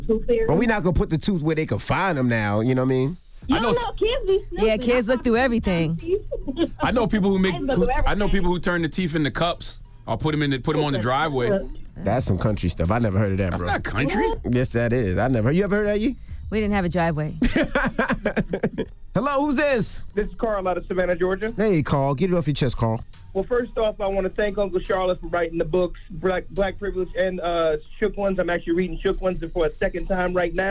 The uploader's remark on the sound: We opened the phone lines for our listeners. We opened up the phone lines.